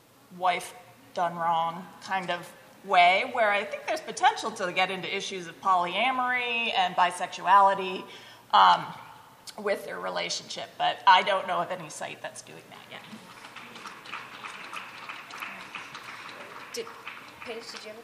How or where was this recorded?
live audience